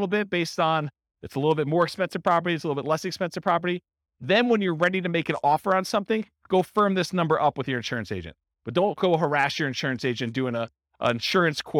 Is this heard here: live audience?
yes